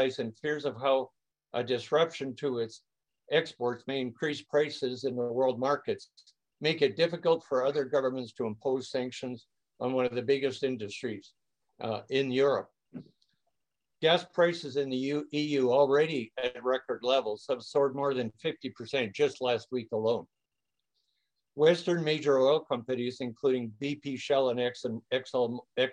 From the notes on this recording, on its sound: A webinar discussion.